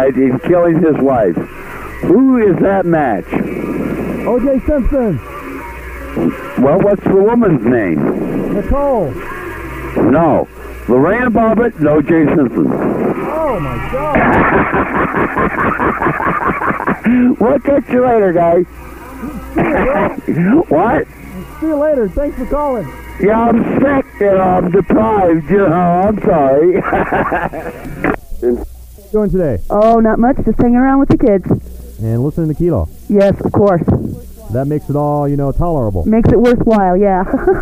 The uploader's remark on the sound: A Day's Worth Of Raw Phone Calls From The Mid 1990's. When Rockers Would Call KILO They Would Be Recorded On A Big Ass Reel To Reel Tape. While Digging Though The Piles Of Tapes We Came Across An Unmarked Box That Contained A Full Day Of Phone Calls, Some That Would Be On The Air And Some That Didn't.